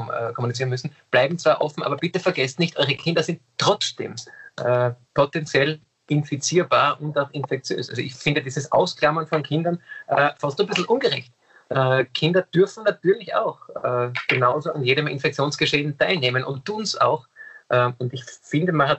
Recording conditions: video call